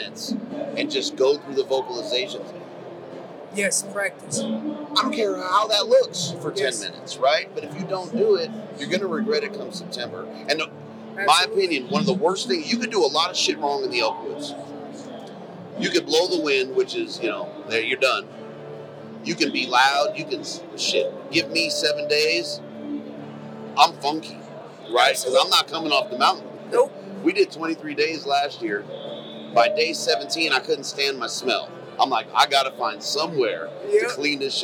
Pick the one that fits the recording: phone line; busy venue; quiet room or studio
busy venue